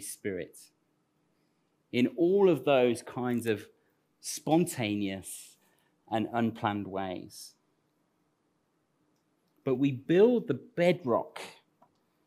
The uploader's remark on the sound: Recorded at Central Vineyard, 42 sheet street, Northampton 28th Nov 2021